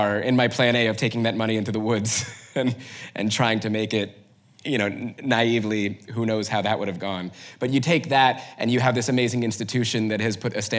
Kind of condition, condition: setting, live audience